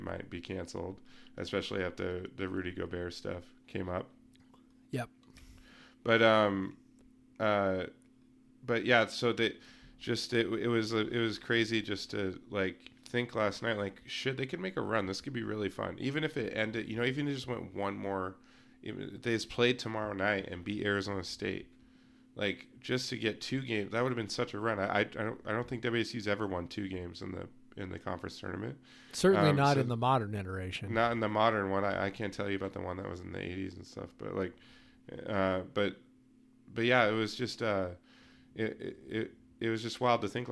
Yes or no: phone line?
no